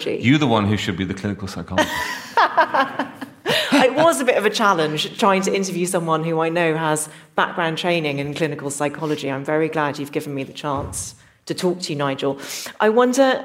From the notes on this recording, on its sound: This episode was recorded in front of a live audience at an annual event hosted by Clearscore , the free credit score app.